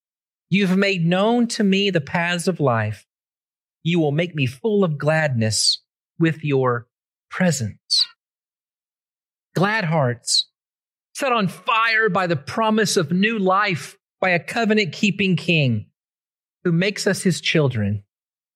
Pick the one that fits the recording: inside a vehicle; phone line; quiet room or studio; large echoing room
large echoing room